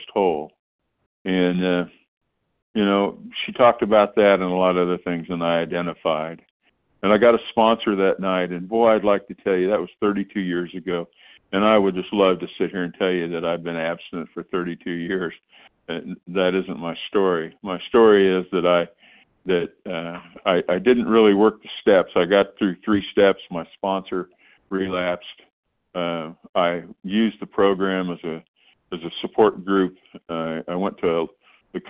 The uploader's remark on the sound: 100 Pounders Phone Meeting, 6/14/23